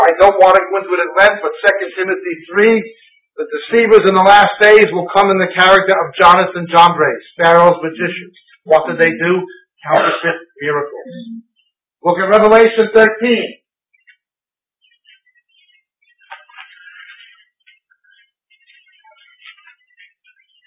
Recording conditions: poor sound quality